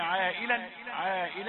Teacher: مدا واجبا لا يجوز قصره بأي حال، وهو المد المتصل